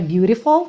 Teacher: Então, por exemplo, beautiful, que vira beautiful, tá? Esse T virou rarara.